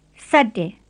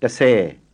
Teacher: Again, they're a plain and aspirate pair. The plain S is a very tight hiss, S, and in the other S, the aspirate S, you can hear an H sound after the S